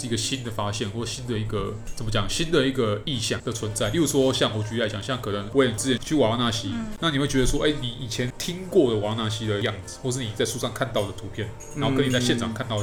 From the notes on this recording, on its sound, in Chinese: 錄音地點： 印度咖哩吧 - Curry Lounge